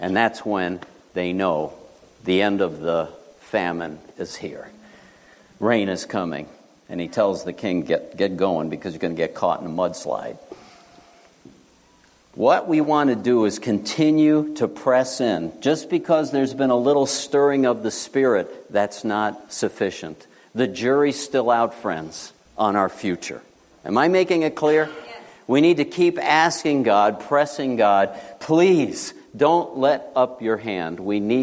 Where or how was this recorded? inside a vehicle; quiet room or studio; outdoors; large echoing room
large echoing room